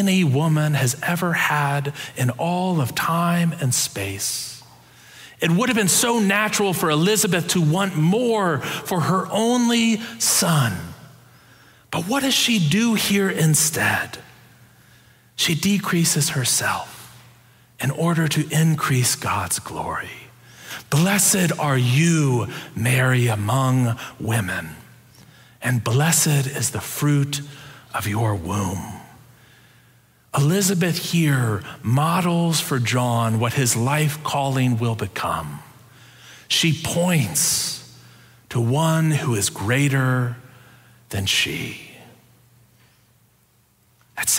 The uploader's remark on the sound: Preached on December 5, 2022, in our Sanctuary and MorningSong worship services.